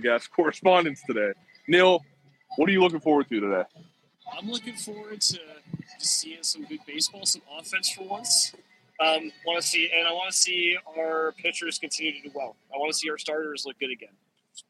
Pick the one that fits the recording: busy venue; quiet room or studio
busy venue